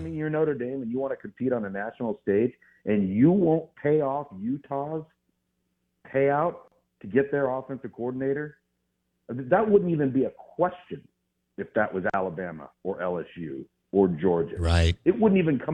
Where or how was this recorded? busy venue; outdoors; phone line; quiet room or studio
phone line